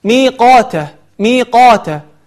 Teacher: القاف مفتوحة وبعدها ألف، وهذه من أكبر مراتب التفخيم